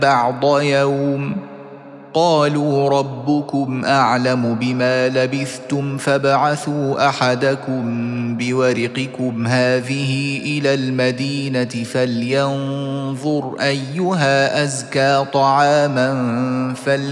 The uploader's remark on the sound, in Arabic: سورة الكهف مسجلة في مسجد فاون - بكندا.